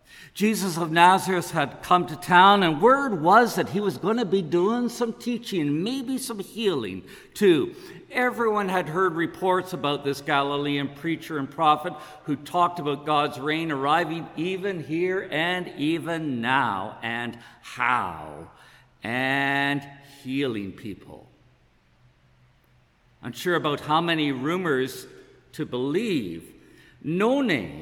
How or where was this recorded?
large echoing room